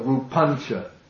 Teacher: this nasal belongs to the same class as the ch